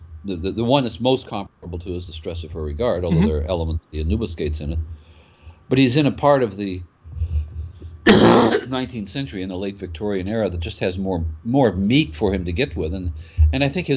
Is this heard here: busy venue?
no